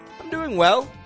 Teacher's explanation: Again, peaking up the tone on well.